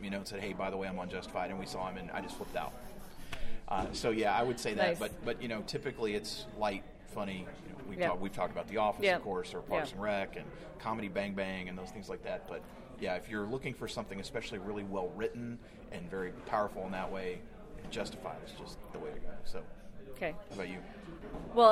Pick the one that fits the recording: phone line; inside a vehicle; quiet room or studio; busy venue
busy venue